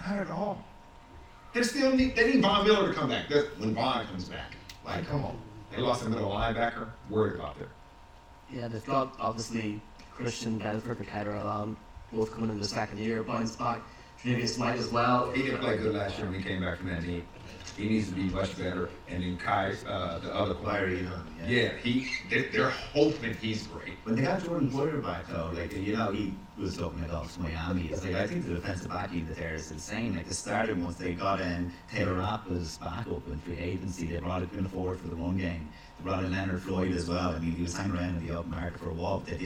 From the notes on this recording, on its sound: The Mac Theatre, Belfast for our biggest ever event. SORRY FOR THE AUDIO QUALITY.